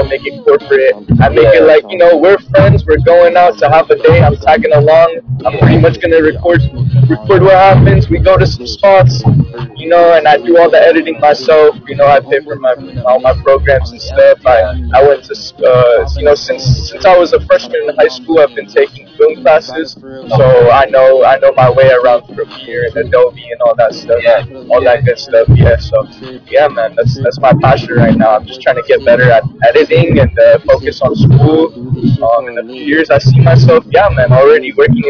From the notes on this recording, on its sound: We included some of his work, videos, the music he's worked on, and sounds to provide background to the episode which was done in audio while traveling in a vehicle.